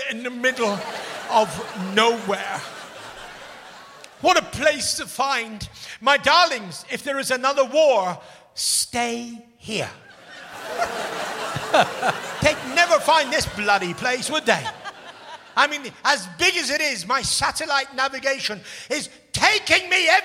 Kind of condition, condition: setting, busy venue